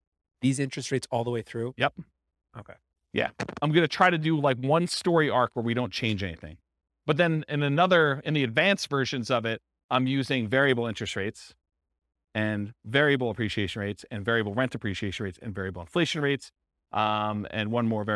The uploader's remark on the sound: This was a live class recorded